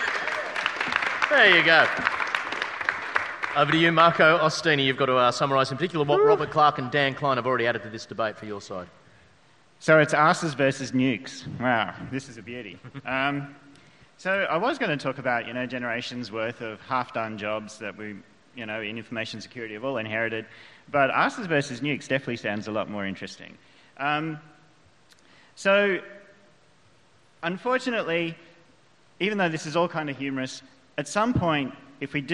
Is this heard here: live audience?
yes